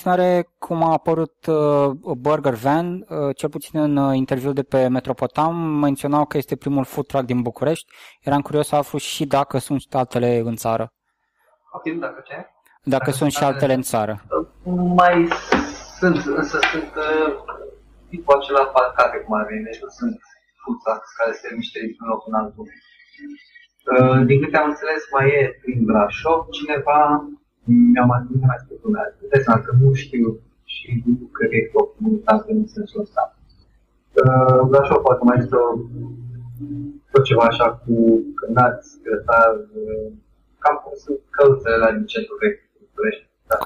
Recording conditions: video call